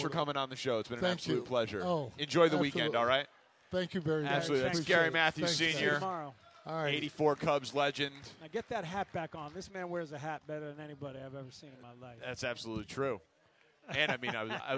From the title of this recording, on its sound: Live from Cubs Convention